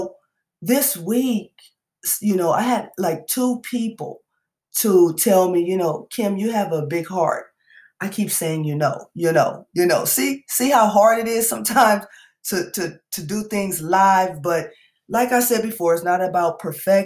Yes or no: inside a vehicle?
no